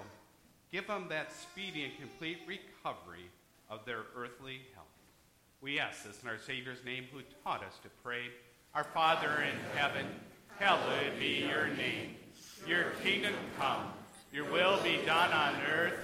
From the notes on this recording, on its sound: Church service recorded at Living Water Lutheran Church, Oshkosh, WI.